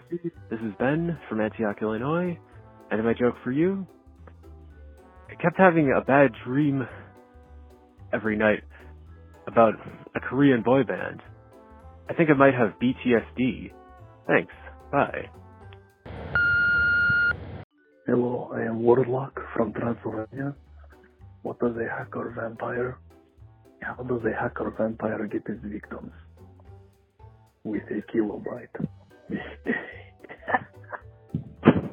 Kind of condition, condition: link, phone line